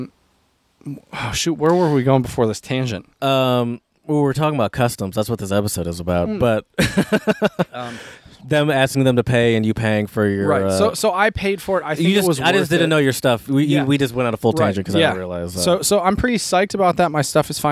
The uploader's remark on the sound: PORCH PODCAST. At his house doing a socially distant podcast outside on the porch.